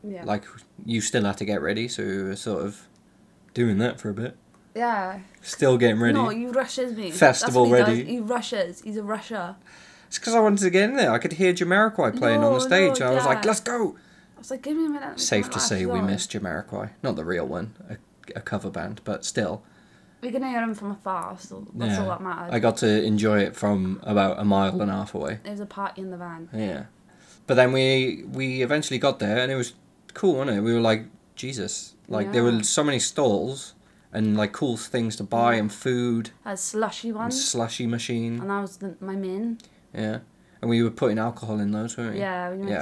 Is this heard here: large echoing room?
no